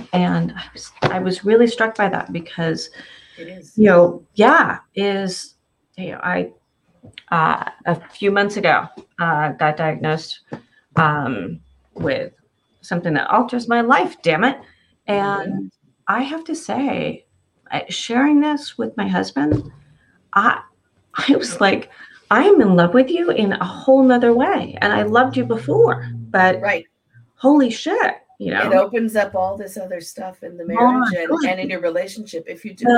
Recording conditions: video call